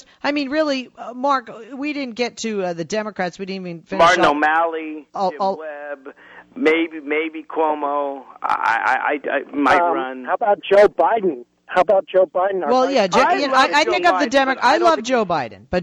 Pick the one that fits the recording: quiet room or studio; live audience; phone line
phone line